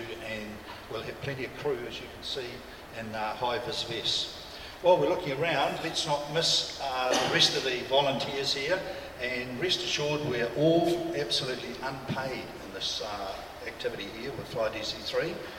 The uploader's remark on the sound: recording from the recent WONZ Christmas Party